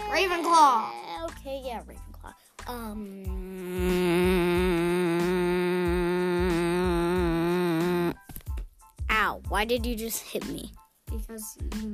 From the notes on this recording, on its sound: Sorry for background noise.